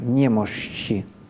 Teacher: «Немощи» в церковном «ша» долгое, мягкое, «щ» лучше все-таки произносить так текуче, которое, чтобы оно начиналось как «ш», а заканчивалось как «ч»